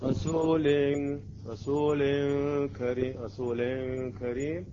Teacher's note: بدون غنة يسمى الإخفاء المفتوح، يعني اللسان يكون بعيد عن مخرج النون